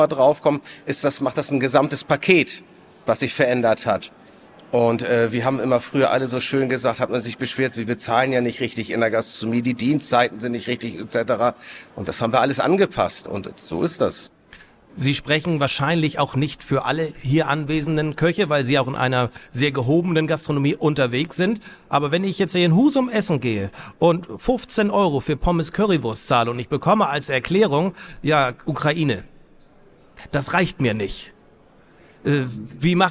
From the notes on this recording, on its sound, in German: Live-Talk von der Nord Gastro 2024